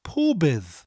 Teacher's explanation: It almost sounds like pob-id, but it's a th sound.